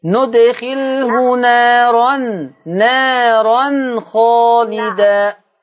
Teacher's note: التنوين إذا التقى بحرف الخاء فهو حكم إظهار حلقي